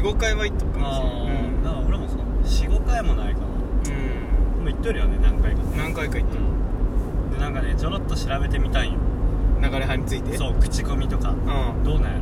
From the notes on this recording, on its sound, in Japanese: ドライブ収録！！目的地までの車の中での収録。